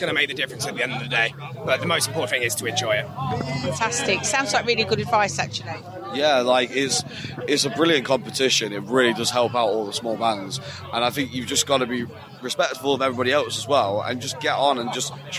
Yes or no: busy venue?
yes